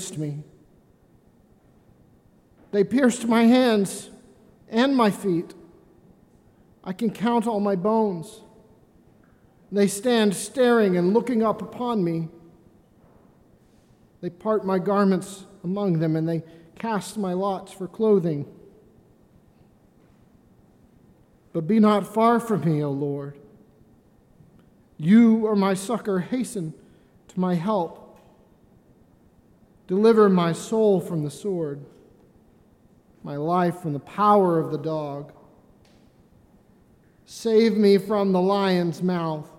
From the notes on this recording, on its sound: This reading of Psalm 22 was recorded during the stripping of the alter on Maundy Thursday, 2020.